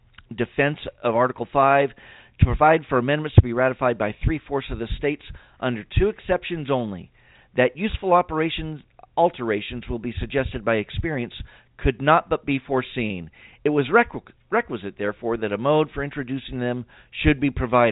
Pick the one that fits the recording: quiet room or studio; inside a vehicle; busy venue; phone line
phone line